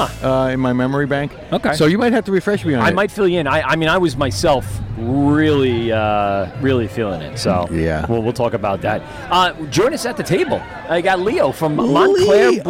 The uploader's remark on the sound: LIVE AC Beerfest. Music and liquid flowing all day.